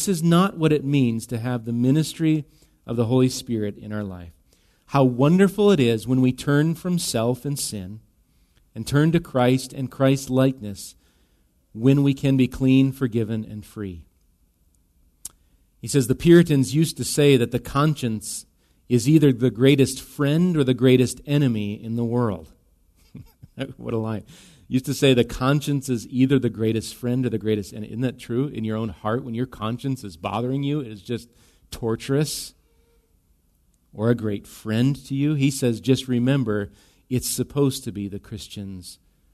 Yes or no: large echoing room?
yes